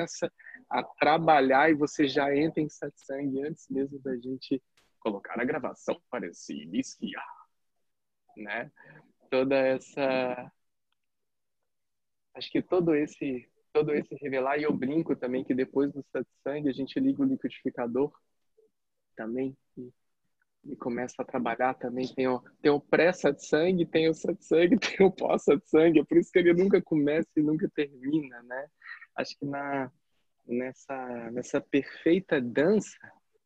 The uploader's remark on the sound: Online via Zoom